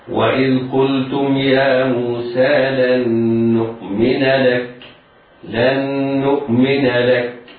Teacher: ننطق حرفا ونونا واحدة مشددة، يعني هكذا ننطق اللام مفتوحة بعدها نون مشددة بعدها همزة ساكنة · Term: الإدغام بغنة